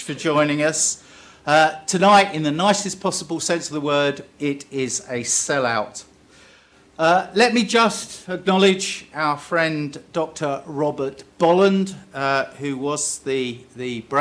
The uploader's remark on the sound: Delivered the University's prestigious Annual Bolland Lecture as part of the Bristol Distinguished Address Series.